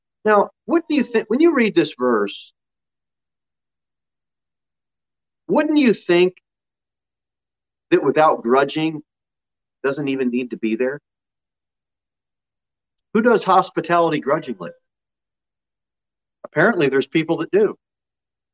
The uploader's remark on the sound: Sermon delivered at Pilgrim Baptist Church on Sunday, August 1, 2021, at 11:15 am. Jere Whitson Rd.